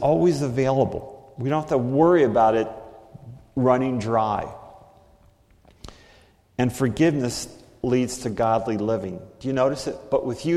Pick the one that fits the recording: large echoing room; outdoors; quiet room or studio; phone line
large echoing room